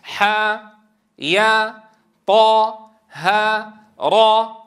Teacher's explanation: تمد بمقدار حركتين وتلحق بالمد الطبيعي